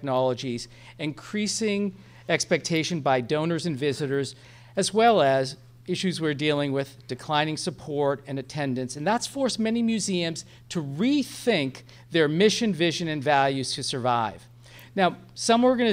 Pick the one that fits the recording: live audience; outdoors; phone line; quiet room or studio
live audience